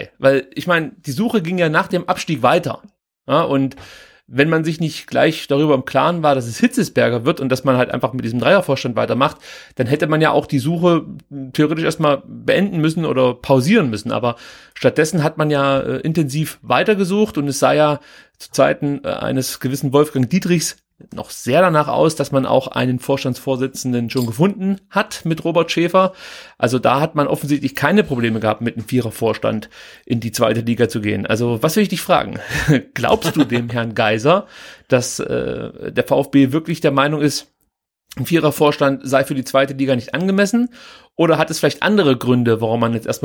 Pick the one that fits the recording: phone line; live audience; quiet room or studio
quiet room or studio